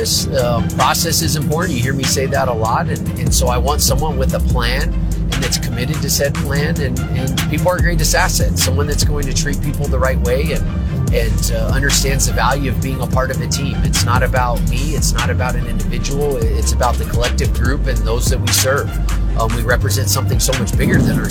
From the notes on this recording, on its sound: "LIVE" from the annual Toy Drive